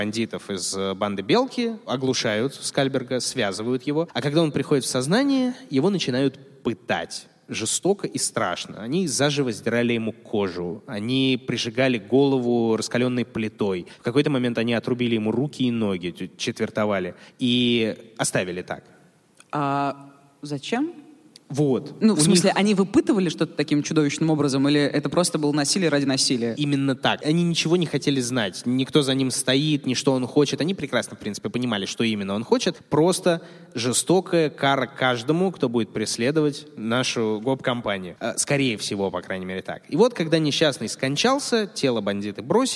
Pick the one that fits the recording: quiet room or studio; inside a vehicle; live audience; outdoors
live audience